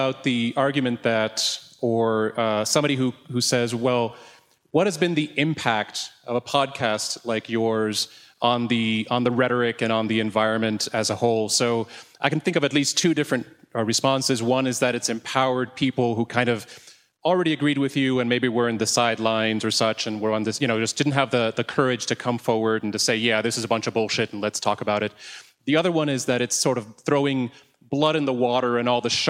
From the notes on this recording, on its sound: Live From The Heterodox Academy Conference In Denver. A BARPod live show. There was a recording error and it was a mess at first.